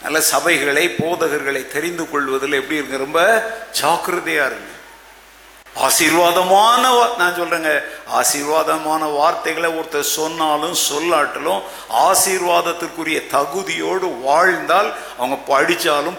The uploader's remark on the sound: Preached at the old sanctuary of Agape Bible Church during the Advent season of 2017.